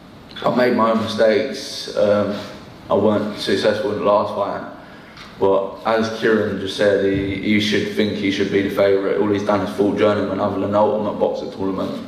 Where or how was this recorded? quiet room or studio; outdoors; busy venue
busy venue